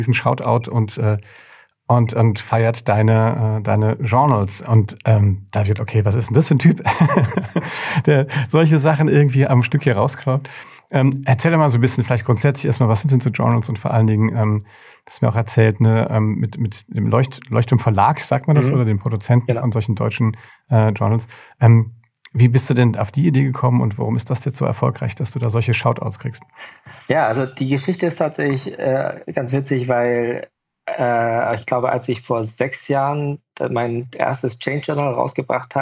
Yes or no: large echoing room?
no